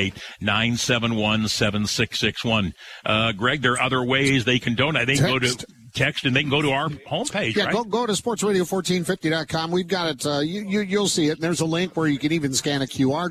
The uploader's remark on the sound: The show hosts a radiothon for St. Martin de Porres Center to help families with food and clothing live from Knights of Columbus Council 364.